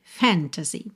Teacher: Normalmente, a palavra fantasy tem a sílaba tônica na primeira sílaba.